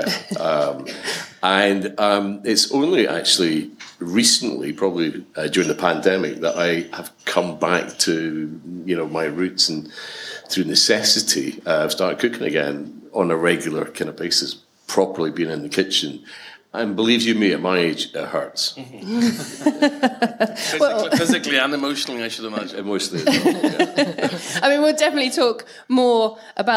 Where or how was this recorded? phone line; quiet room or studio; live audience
live audience